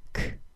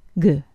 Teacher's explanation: A K sound is unvoiced, and a G sound is its voiced counterpart. The K sound will have the bigger puff of air.